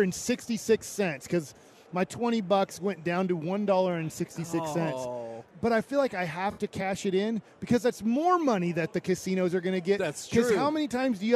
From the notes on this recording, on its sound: LIVE from Radio Row in Las Vegas!